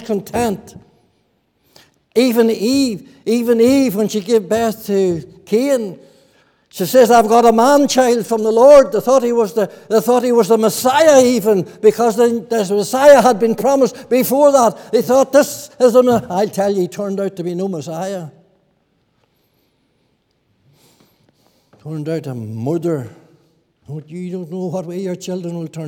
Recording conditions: large echoing room